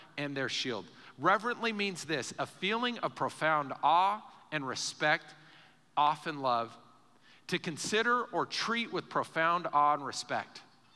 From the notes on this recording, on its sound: Recorded live during our Sunday morning service